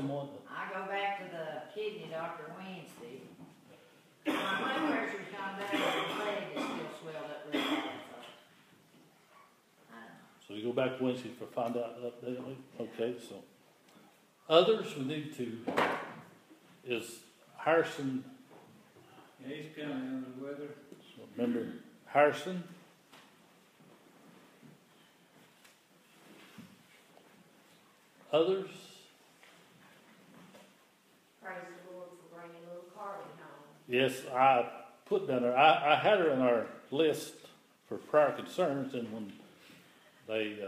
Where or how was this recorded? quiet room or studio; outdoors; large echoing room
large echoing room